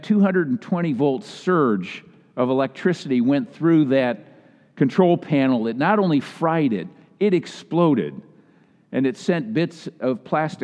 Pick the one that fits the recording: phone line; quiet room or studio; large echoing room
large echoing room